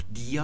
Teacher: Im Altgriechischen wird das also noch dia gesprochen mit dem stimmhaften D-Verschlusslaut. Und im Neugriechischen sagt man dann thia.